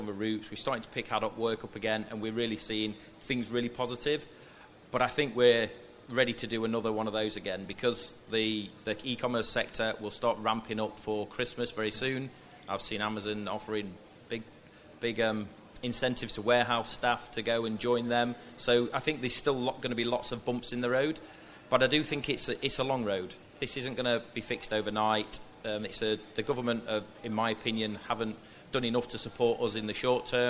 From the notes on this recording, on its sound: Cold Chain Podcast Live!